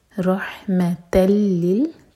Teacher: تل ادغام بغیر غنہ کے، یہاں نون کی آواز بالکل نہیں آئے گی، تا کو ڈائریکٹلی لام سے جوڑیں گے